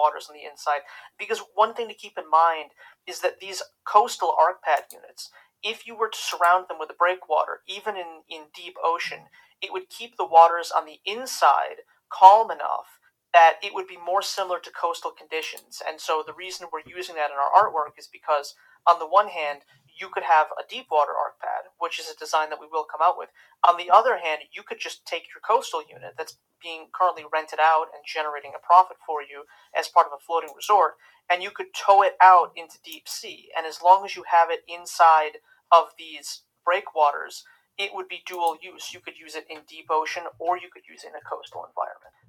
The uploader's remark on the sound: This year, we moved those events to the TSI Discord Server and are recording them for this podcast. The audio quality of these first two episodes is a little rough.